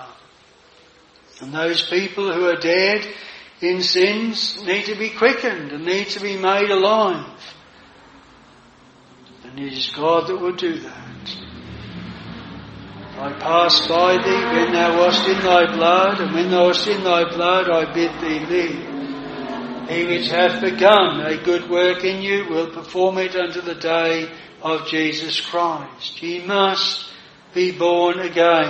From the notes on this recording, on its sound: This sermon was preached at Jireh Chapel Tenterden